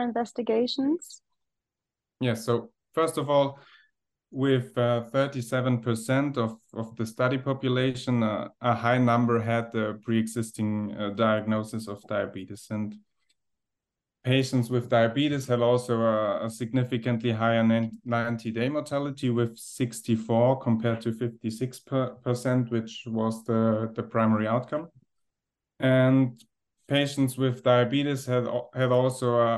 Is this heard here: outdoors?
no